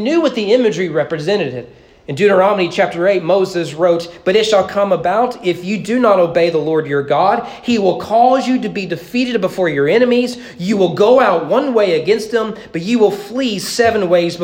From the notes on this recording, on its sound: at East Frankfort Baptist Church during morning worship